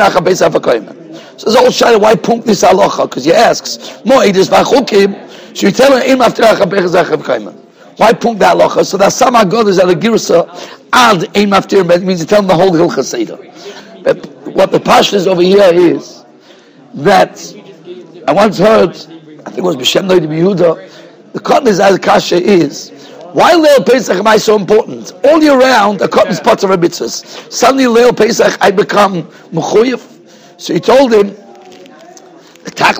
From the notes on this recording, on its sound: Shiur recorded in Yeshivas Ohr Reuven, Monsey, NY.